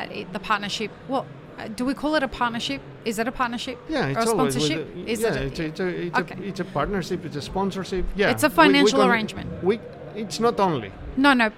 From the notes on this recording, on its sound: Map It Forward and DXB Live is proud to present a selection of podcast episodes that were live-streamed from the show floor at World of Coffee Dubai 2024 on Jan 21-23 2024.